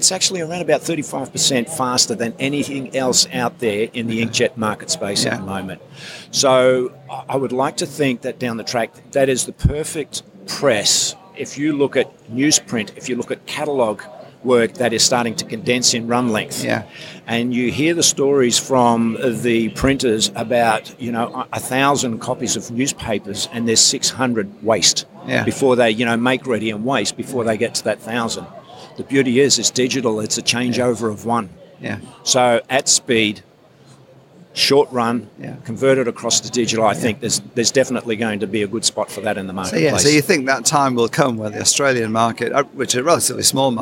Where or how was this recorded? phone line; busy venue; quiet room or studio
busy venue